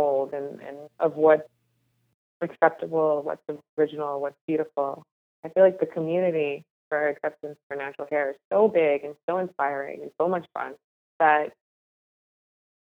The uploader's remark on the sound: Despite the technical challenges the internet did not want us to be great! Although not the best quality, we powered through with the podcast regardless via phone.